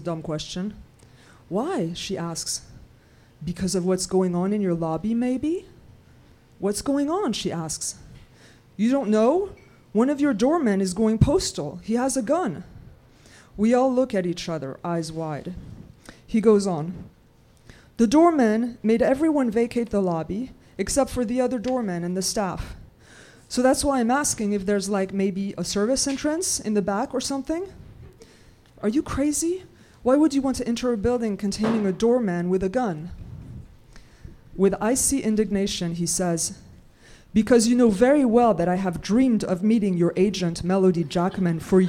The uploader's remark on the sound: On Stage at Housing Works Bookstore Cafe. We've got clips from our events.